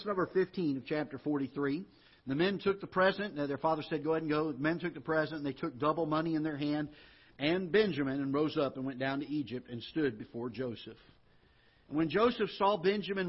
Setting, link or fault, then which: setting, large echoing room